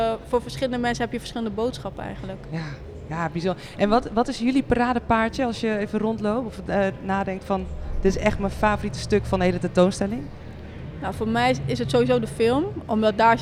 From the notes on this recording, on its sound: This time we’re streaming live from the exhibition “Street Dreams”.